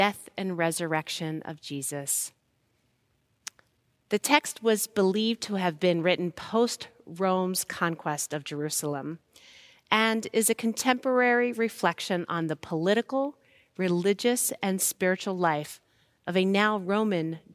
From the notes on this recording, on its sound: Recorded live at Beatitudes Church in Phoenix, AZ